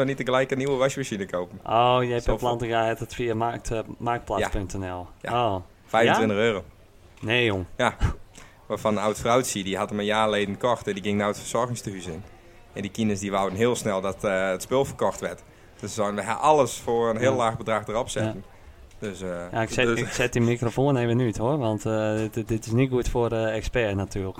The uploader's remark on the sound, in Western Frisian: De mannen binne live anwezig bij de finale dag fan de Bildtse Cup in Sint Jabik